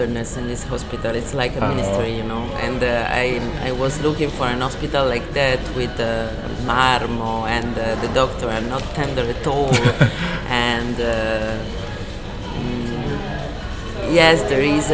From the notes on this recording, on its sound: This interview was conducted on January 11, 2020 at the 31st Annual Palm Springs International Film Festival.